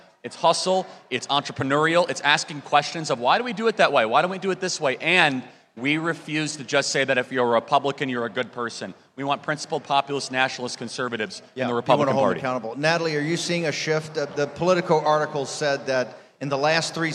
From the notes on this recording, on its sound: Live From ACTCON